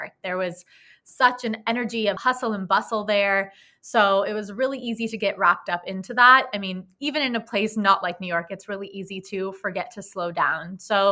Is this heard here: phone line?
no